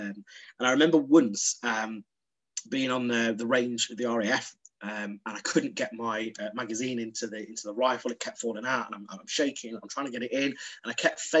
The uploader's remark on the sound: Over zoom from the Zen Den.